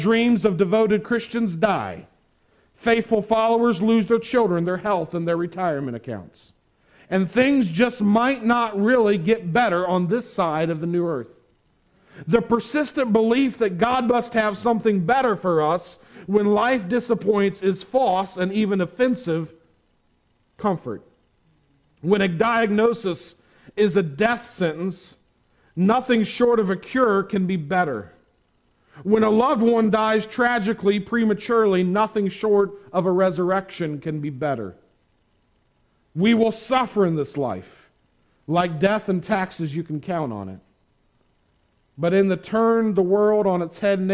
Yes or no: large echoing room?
yes